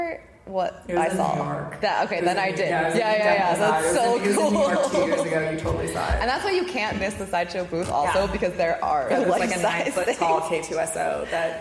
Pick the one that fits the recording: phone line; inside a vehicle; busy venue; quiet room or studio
busy venue